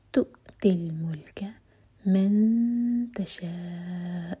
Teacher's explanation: نون کی آواز کو چھپائیں گے اور تا کے لیے زبان تیار کریں گے · Term: اخفا